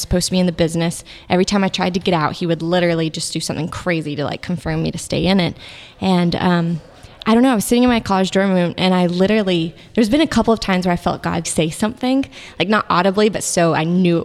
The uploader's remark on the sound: Thanks to Station Coffeehouse for letting us use your beautiful space to record!